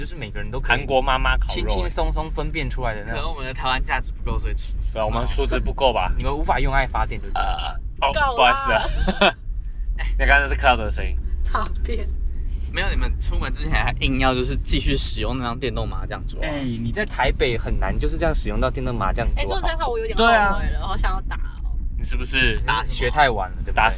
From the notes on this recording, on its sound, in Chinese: 徜徉在高架橋前往林森北路尋歡的我們，一時興起錄製了加碼特別篇，名符其實的在奔馳的轎車上錄製節目。跟著戀愛轎車一起奔馳霓虹燈閃爍的台北街頭。